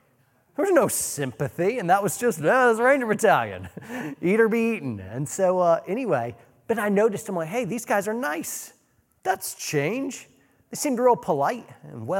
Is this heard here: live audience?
yes